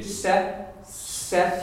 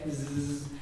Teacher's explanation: The difference between S and Z is S is unvoiced and Z is voiced. And the way you can tell something's voiced, not all the time, if you put your fingers in your ear and you say zzz, you can hear a buzzing in your head.